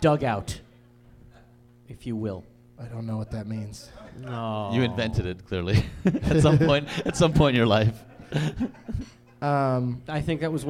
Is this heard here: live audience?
yes